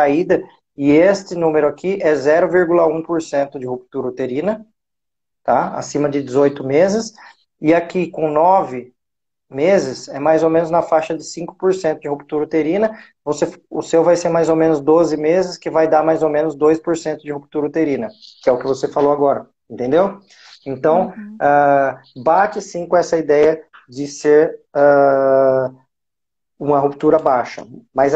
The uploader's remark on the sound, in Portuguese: Esse podcast é uma live de perguntas e respostas realizada no Instagram